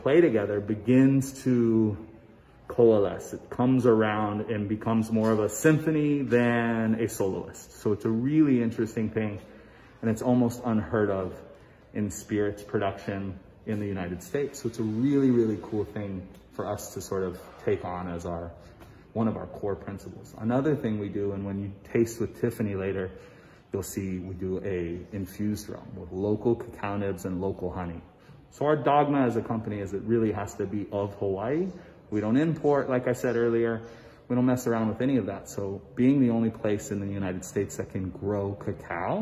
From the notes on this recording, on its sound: At Kohana Rum Distillery on Oahu. Live on location at Kohana Agricole Rum distillery in Kunia, Hawaii.